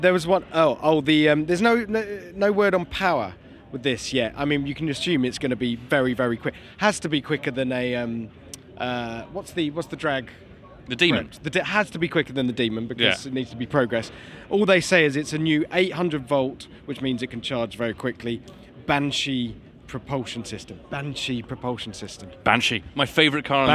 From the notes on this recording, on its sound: Live From The LA Motor Show! For a stroll around the 2022 Los Angeles Motor Show.